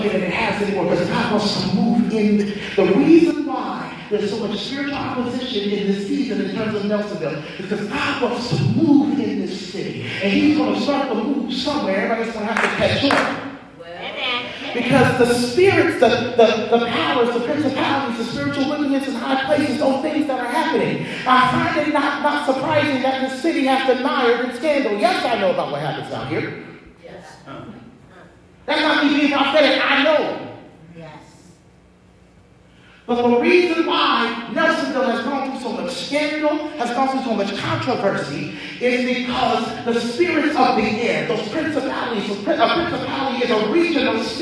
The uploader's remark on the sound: preached at Greater Works Outreach Worship Center in Nelsonville, OH